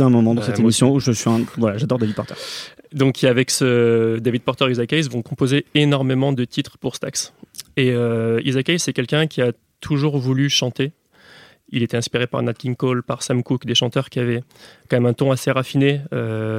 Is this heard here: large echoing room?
no